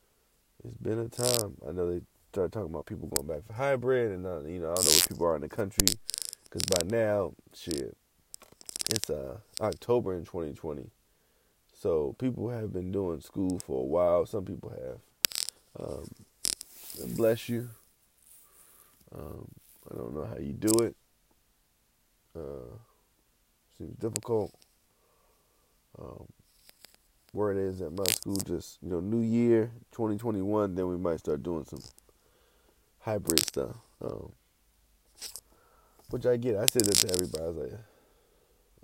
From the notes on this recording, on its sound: I’m never fucking using my headphones again. Much background noise.